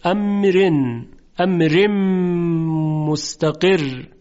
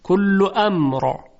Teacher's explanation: در وصل ترقیق میشه امرن امرم مستقر، اما در وقف کل امر حرف را تفخیم میشه